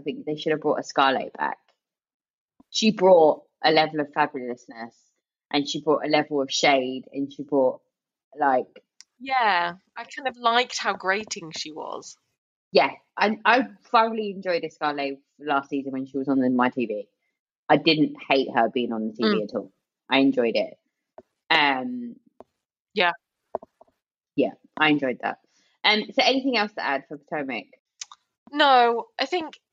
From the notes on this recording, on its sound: We tried a new way to record and the sound is off for this episode. I edited the best I could, but it's not great.